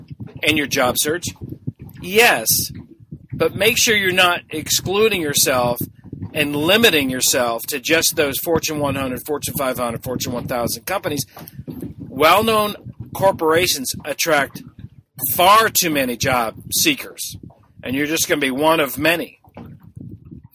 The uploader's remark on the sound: I apologize for the audio on this episode, I was doing this one on my boat!